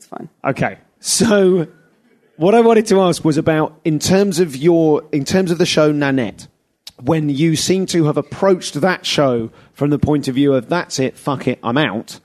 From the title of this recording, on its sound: Live at Melbourne Comedy Festival